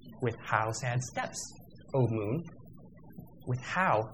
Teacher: How is not accented anywhere near as much as steps is. · Term: relative stress